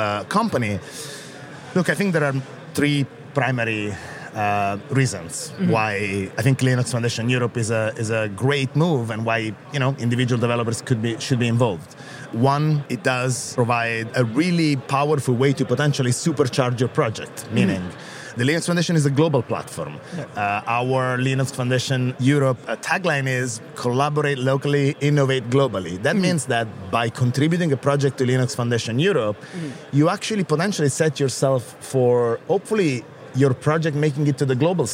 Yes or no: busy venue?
yes